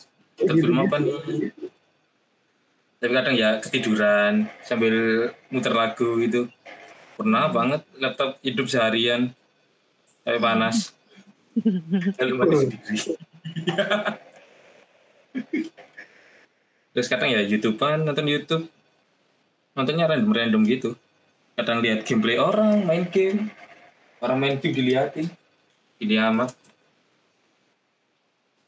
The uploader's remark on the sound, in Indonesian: Ini adalah episode MeetCast dimana kita record menggunakan media Google Meet.